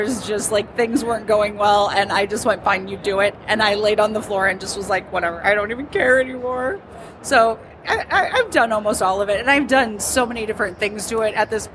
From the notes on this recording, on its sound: Live at C2E2